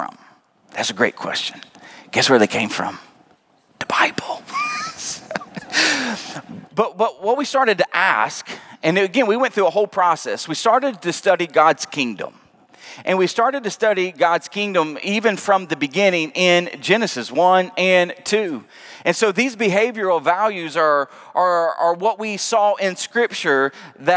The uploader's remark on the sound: Preached at the Night of Worship on February 19, 2023. Northland Church.